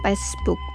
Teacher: Sie sprechen den Klang von F und V mit P aus. Beispielsweise sprechen Sundaner Facebook wie Facebook aus.